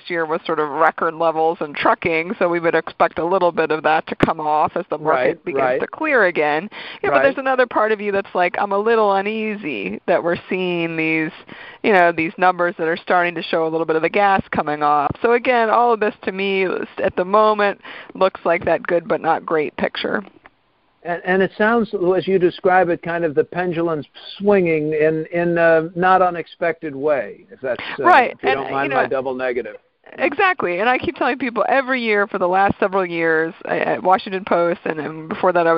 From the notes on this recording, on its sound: Calls in to talk about the bigger world.